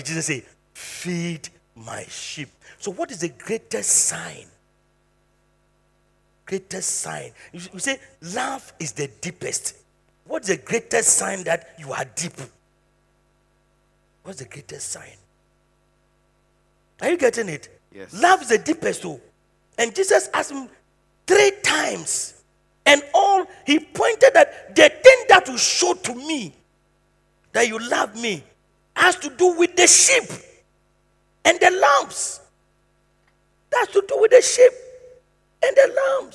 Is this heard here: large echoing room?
yes